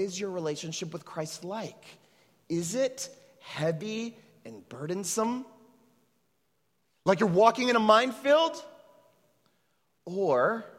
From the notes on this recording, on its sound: At Trinity Church, Puerto Rico.